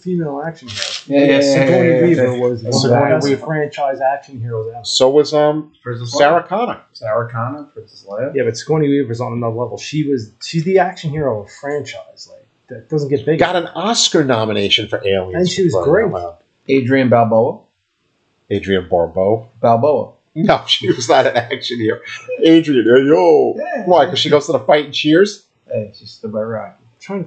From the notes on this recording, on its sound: This is the last episode that has audio problems and we apologize in advance.